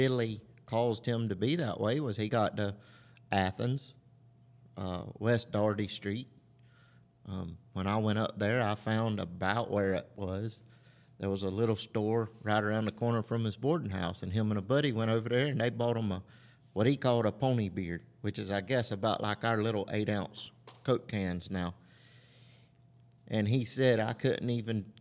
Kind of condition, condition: setting, large echoing room